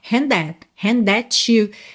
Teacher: O hand com that, você junta num som só. Hand that you, that com you.